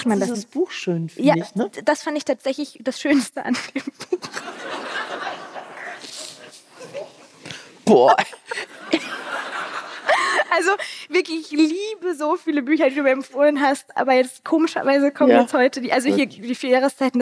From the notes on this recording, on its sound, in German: Ihr hört unsere erste Folge mit Live-Publikum! Wir waren zu Gast im Theater Gütersloh auf dem „Blauen Sofa“.